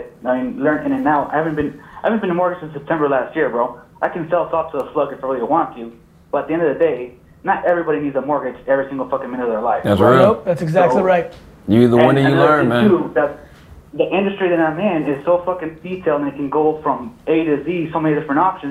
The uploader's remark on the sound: On this version of the call-in show we get into it.